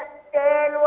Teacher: الذين إذا اكتالوا على، لو قلت اكتالوا على الناس يبقى أنا كده حذفت الواو. دي واو مادية أمدها بمقدار حركتين